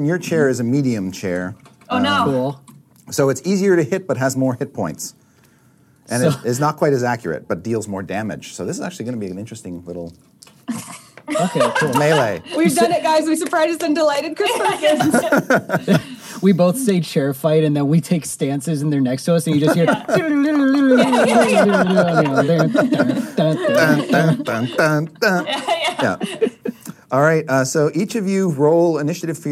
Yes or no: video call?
no